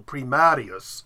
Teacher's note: The Latin stress would be on the second syllable